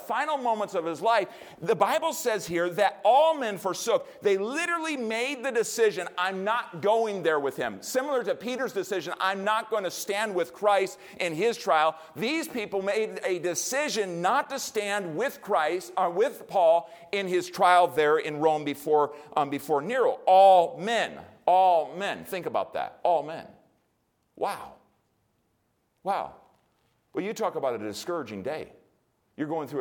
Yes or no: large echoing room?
yes